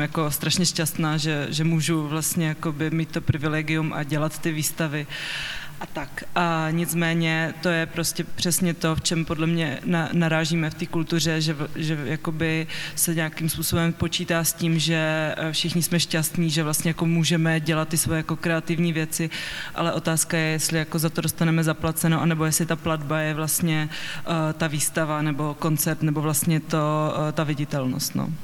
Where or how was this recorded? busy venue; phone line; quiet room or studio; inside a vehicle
busy venue